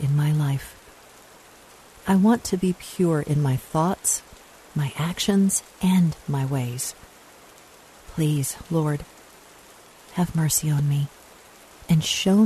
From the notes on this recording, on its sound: Relax to the sounds of rainfall.